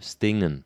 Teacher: you just drop the ing ending of the verb